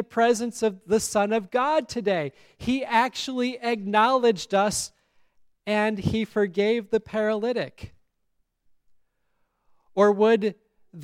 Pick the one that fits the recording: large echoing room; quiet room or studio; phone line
large echoing room